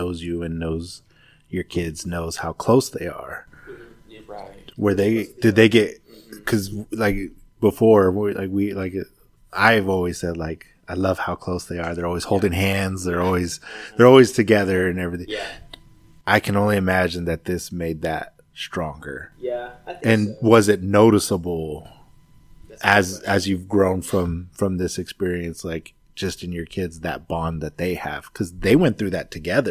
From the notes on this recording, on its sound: I wanted to apologize for the poor audio on this one. To keep it authentic we decided to remedy the audio as best we can instead of rerecording.